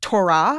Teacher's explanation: like Hebrew with the emphasis on the second syllable